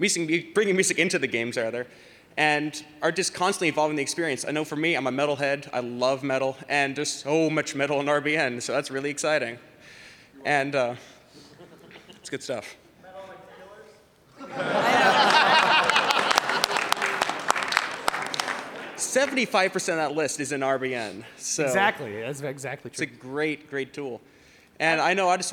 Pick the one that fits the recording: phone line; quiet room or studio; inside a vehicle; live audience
live audience